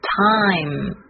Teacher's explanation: 要注意末尾的闭口鼻音